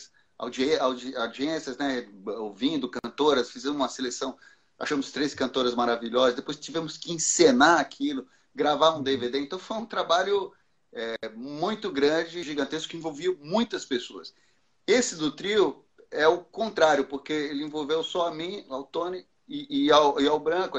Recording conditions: video call